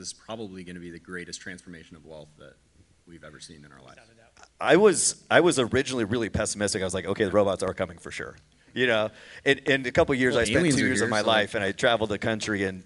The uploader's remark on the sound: Full panel discussion from the KFAI 2023 event.